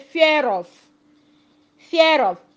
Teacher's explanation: the R that ends the first one is now linked together with the vowel sounds. They are now pronounced together with the vowel sound that begins the second word. · Term: linking R